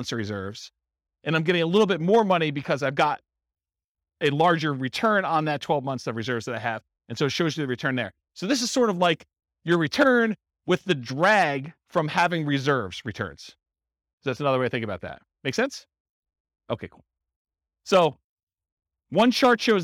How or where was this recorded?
live audience